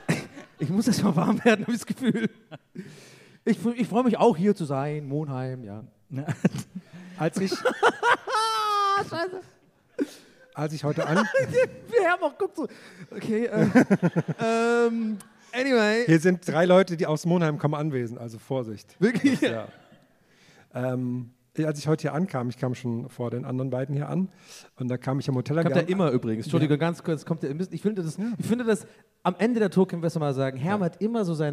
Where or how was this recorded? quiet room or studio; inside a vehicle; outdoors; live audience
live audience